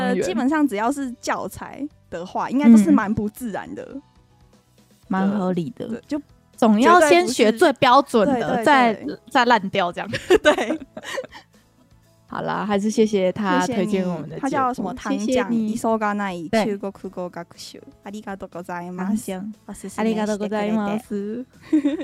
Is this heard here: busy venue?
no